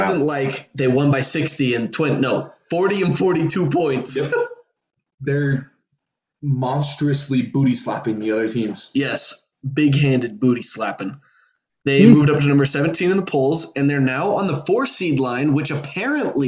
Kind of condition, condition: link, video call